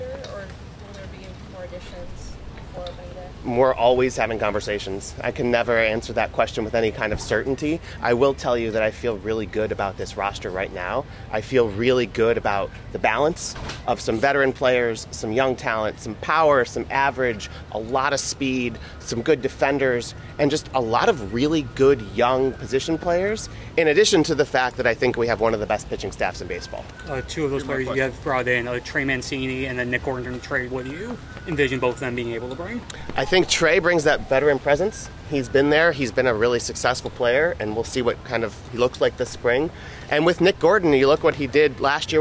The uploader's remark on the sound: live from the first full squad workout for the Marlins in 2024.